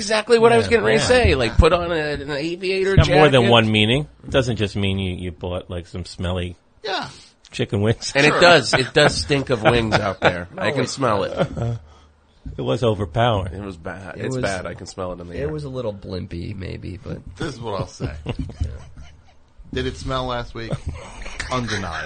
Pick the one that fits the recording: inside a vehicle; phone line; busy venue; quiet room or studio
phone line